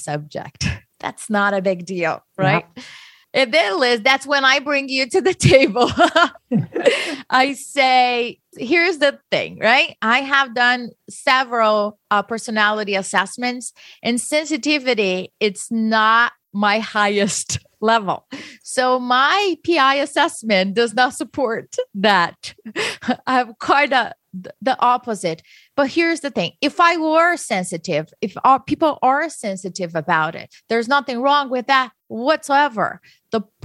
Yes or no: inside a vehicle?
no